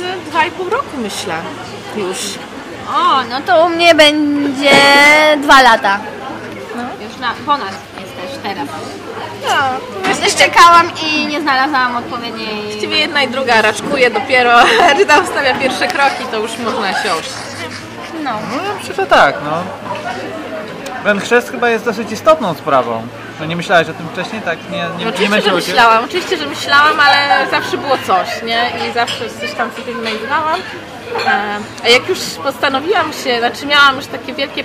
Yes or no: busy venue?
yes